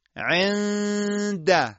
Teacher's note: مخرج حرف نون حذف میشه، زبان به مخرج خودش نمیچسبه و غنه این نون ساکنه ما باقی میمونه، صداش از بینی خارج میشه و بلا فاصله چون ما میخوام حرف بعدی رو بگیم، صدا میاد پشت مخرج حرف بعدی و بوی حرف بعدی در غنه ما استشمام میشه. · Term: اخفا